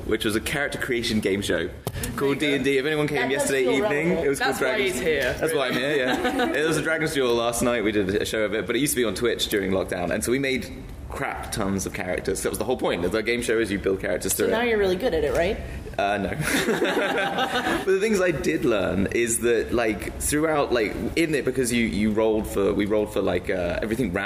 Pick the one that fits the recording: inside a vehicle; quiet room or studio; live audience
live audience